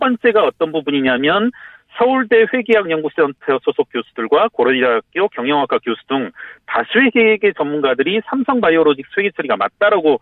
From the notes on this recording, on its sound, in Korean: 전화연결